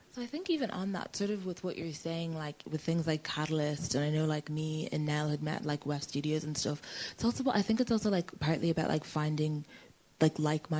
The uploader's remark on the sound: Every year, Catalyst International Film Festival presents a programme that prioritises stories and storytellers currently under-represented on screen and behind the camera. Recorded at this year's festival in March.